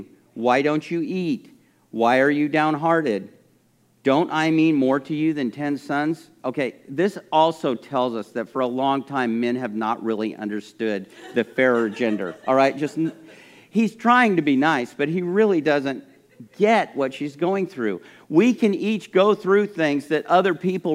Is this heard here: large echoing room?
yes